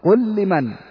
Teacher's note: لام قل وهي لام الفعل، أتى بعدها لام لمن فإننا ندغمها، قل لمن، أدغمت أصبحت لام واحدة مشددة.